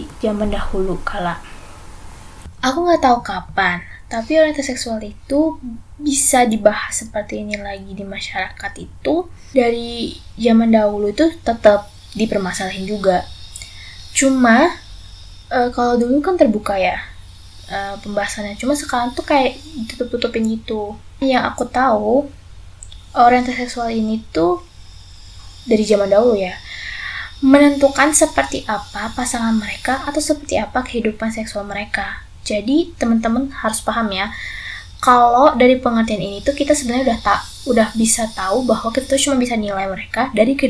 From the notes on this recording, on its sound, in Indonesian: episode kali ini bakalan banyak noise banget nih,karena tetangga lagi renovasi rumah dan suranya kenceng banget